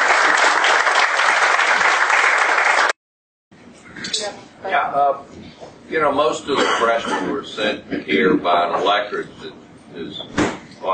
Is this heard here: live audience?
yes